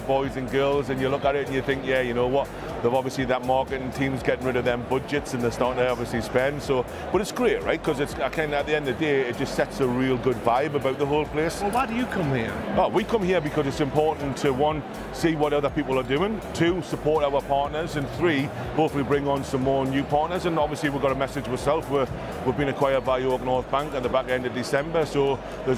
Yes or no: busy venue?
yes